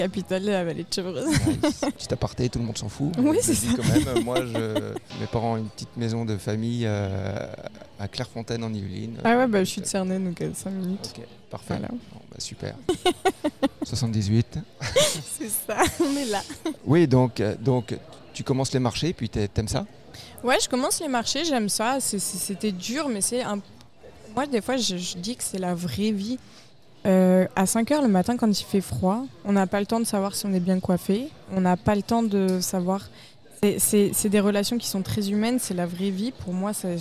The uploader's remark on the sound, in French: Elle est de passage au Québec. Merci au restaurant le Renoir pour l'accueil lors de l'enregistrement du podcast.